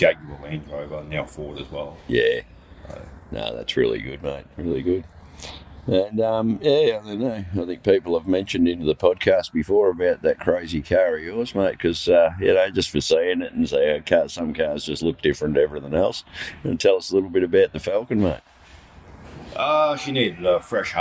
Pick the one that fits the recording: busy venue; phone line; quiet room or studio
busy venue